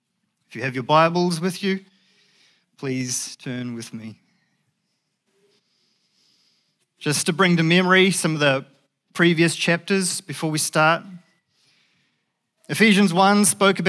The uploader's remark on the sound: Recorded at the Hukanui Bible Church morning service on Sunday the 20th of August 2023 during the 10:00 am service.